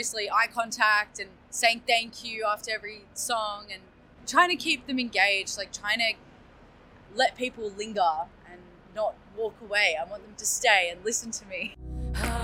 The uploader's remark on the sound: Interview recorded on August 10, 2023 (Bourke Street Mall, Melbourne Central Business District)